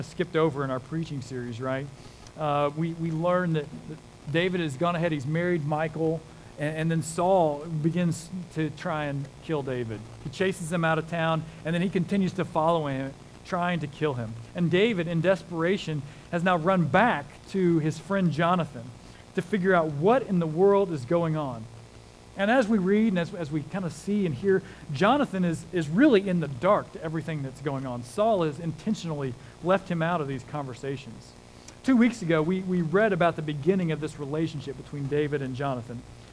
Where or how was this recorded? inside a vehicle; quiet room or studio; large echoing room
large echoing room